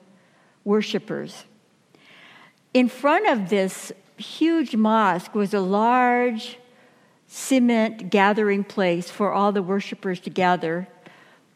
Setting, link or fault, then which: setting, large echoing room